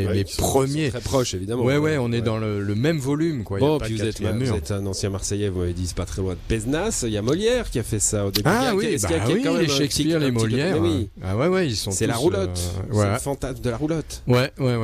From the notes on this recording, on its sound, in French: en direct d'Aigle sous le châpiteau des arTpenteurs, un événement qui marque le début de saison du Théâtre Waouw